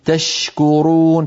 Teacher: هذا شيء طبيعي، كل الحروف عندما تتحرك تضعف صفاتها حتى التفشي، يعني تشكرون، تفشي الشين هنا أشد من شاكرا أو شكورا، عندما يتحرك الحرف تضعف صفاته وعندما يسكن تكون صفاته أقوى وأوضح.